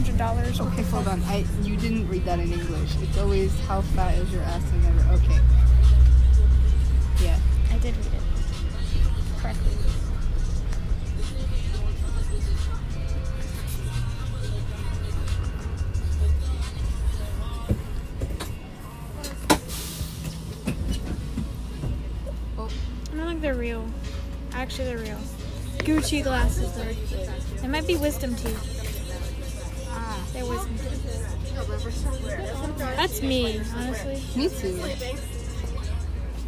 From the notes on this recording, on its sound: Recorded on a bus